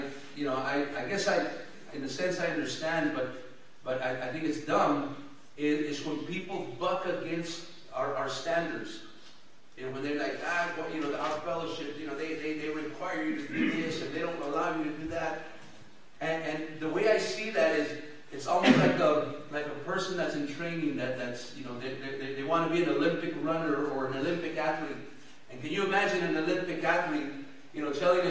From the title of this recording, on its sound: El Paso Christian Church Live Stream